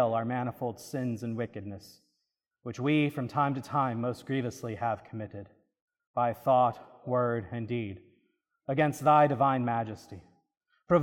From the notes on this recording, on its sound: This is a recording from the service of Holy Communion according to the Book of Common Prayer (1662) on July 23, 2023 (Seventh Sunday After Trinity).